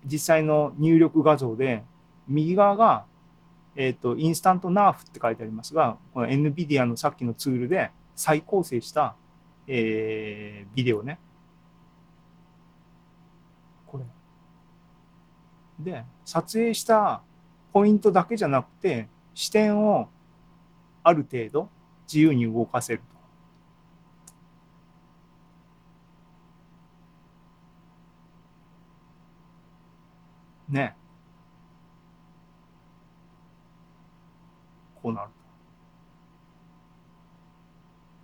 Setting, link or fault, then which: link, video call